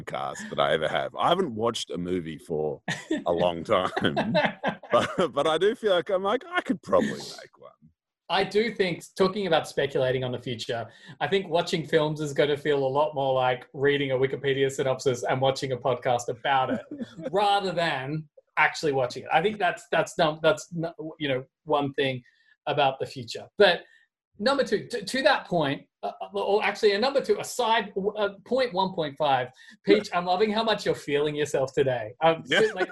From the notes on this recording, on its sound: Separate but together (via Zoom)